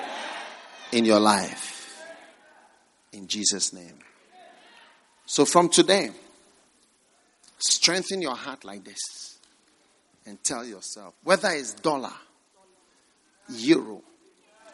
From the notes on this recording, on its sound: Preached at the First Love Center, Accra.